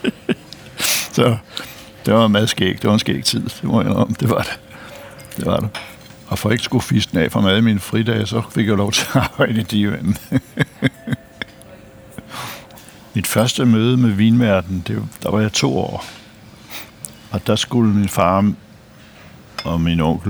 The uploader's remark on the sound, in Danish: Optaget på Nimb Brasserie, Tivoli, København.